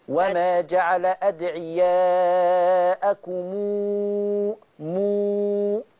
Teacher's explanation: بصي لما الميم يجي وراها همزة، ميم الجمع، تمدي ستة على إيدك